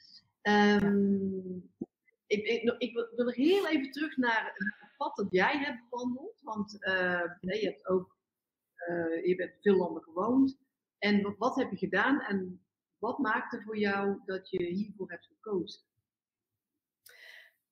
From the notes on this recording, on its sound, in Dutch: opgenomen op 2 verschillende locaties met de bijbehorende wisselende audio-kwaliteit